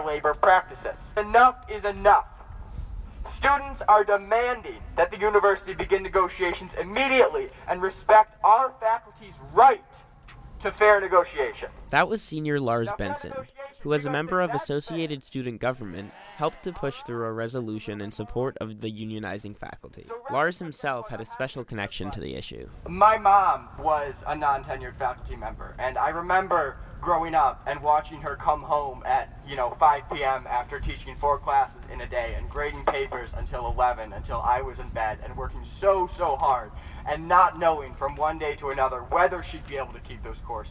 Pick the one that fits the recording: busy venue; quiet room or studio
busy venue